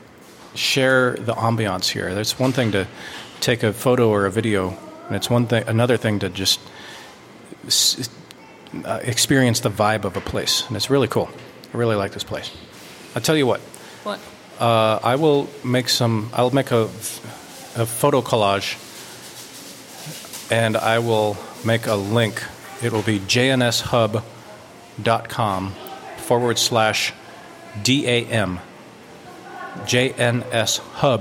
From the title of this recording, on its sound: Live from the U'u Dam Coffee Shop in Downtown EcoPark!